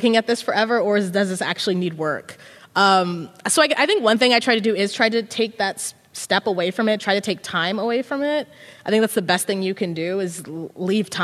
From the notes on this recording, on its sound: In front of an audience of students at Grant High School in Portland in February 2022.